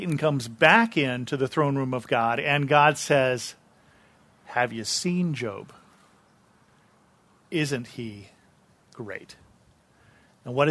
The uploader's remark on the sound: This episode is a sermon I preached at Bethel Lutheran Church in Cupertino.